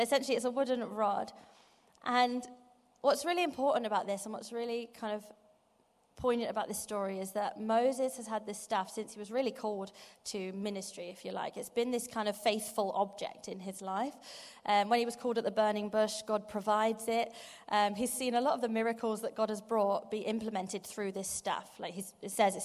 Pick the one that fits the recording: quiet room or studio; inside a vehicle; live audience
live audience